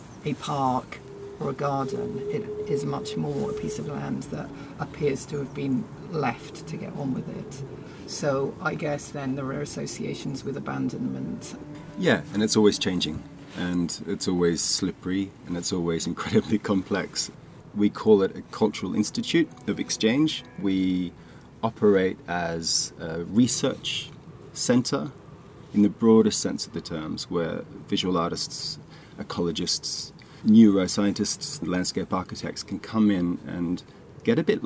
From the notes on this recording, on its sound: Recorded recently, outside at the Bethnal Green Nature Reserve Trust, overlooking the Phytology Medicine Garden.